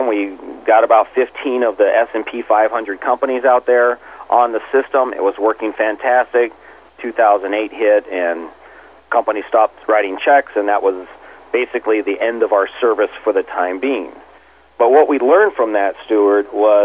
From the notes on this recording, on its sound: called into SmallCapVoice